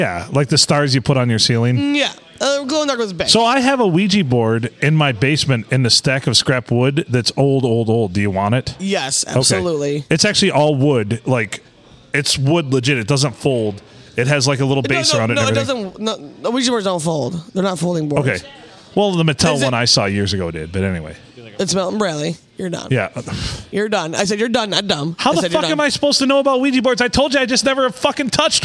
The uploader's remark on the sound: Recorded at the Blue Water "Sports" Bar and Grill on a Sunday.